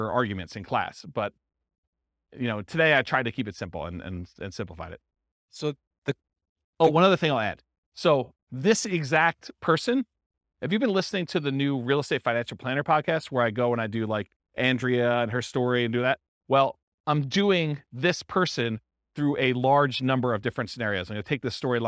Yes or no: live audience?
yes